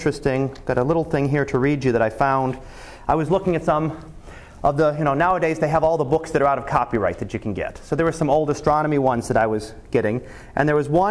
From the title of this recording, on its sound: Live Class Lecture